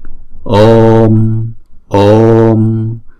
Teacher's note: Chữ O là diphthong cho nên chúng ta sẽ đọc hai nhịp. Om, Om. Đọc chữ O hai nhịp xong rồi mới đóng chữ O đó lại bằng một anuswara.